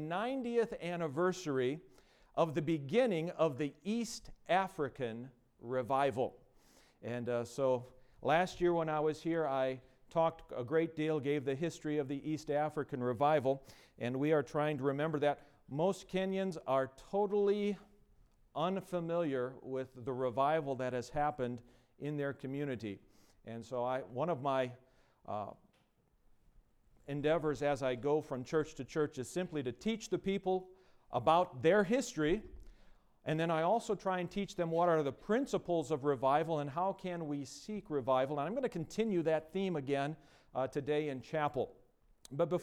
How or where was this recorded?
large echoing room